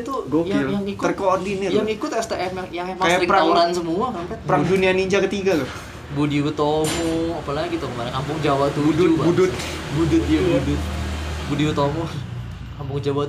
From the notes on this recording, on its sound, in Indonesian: Rekaman di sekitar lokasi demo (Palmerah). Ngerekam dari lokasi sekitar area demo biar greget.